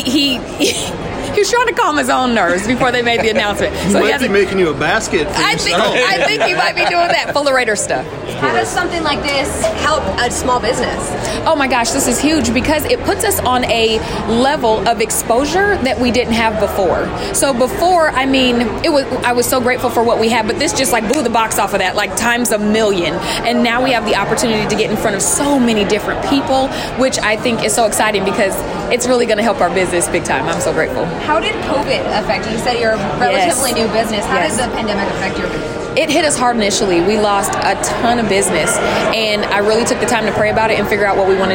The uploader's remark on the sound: You will hear sounds from the event that took place at Allegiant Stadium on Tuesday evening "Small Business Showcase". Your calls and text close out the show.